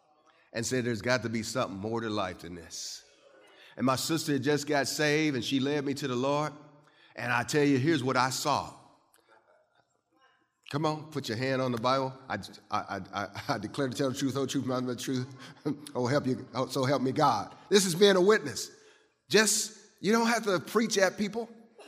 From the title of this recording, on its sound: Christmas Eve Service